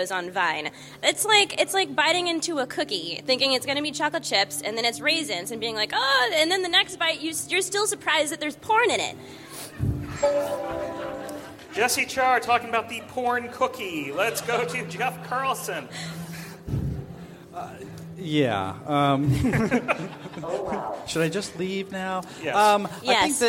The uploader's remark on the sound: Pundit Showdown live at Macworld|iWorld 2013